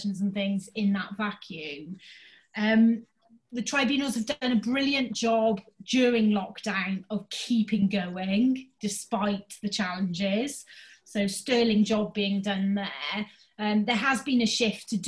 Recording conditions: video call